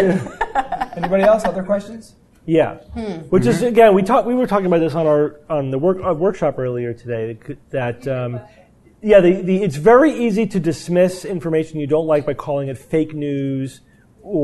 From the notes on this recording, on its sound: Live Recording from NECSS 2017.